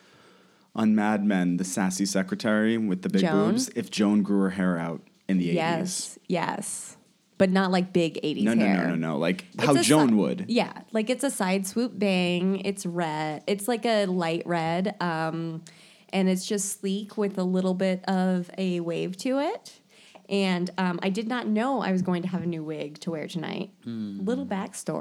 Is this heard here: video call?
no